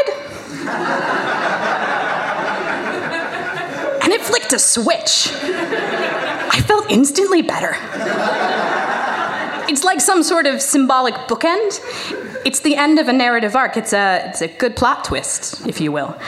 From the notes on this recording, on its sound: The second act of our Tragic Autumn live show which took place at the Hackney Attic on October 16th. Live recordings.